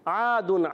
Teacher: عین جو ہے ادا ہوتا ہے حلق کے درمیان والے حصے سے. عین علی زبر آ علی مدہ ایک علی کھینچنا ہے.